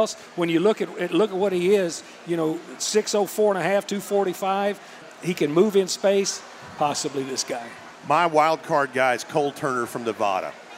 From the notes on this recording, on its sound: LIVE at Martin's Bar-B-Que in Downtown Nashville. As the OTP Live tour stops at Martin's Bar-B-Que in downtown Nashville.